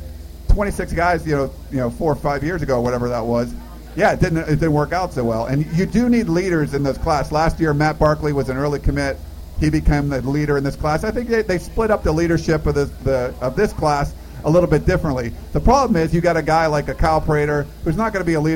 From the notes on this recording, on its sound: We recorded a very special podcast with a live audience of USC fans that gathered to celebrate the newest crop of Trojans.